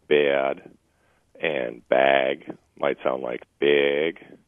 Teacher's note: our a vowel, depending on the context, will be more diphthongal and longer